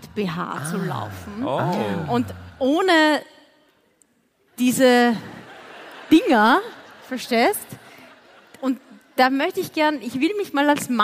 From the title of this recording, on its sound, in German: Hawi D'Ehre LIVE - St.Pölten